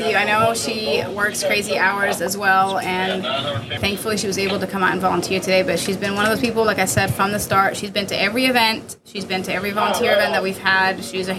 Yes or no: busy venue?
yes